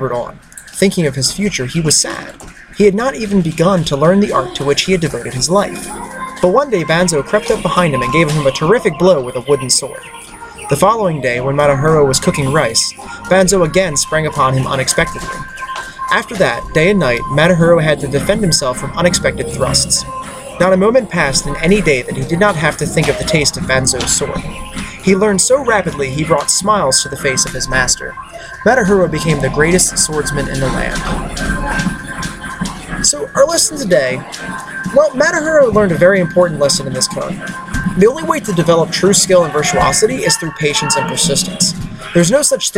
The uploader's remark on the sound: As an experiment in concentration, this episode was recorded in one take with background noise. CrossFit Catonsville.